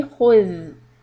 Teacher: But the dhal is a soft letter. So don't make the dhal heavy. It should be khudh.